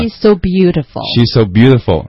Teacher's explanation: she's 和后面的 so 相似辅音连在一起哈，she's so beautiful 是直接这样唱就可以了，直接 she's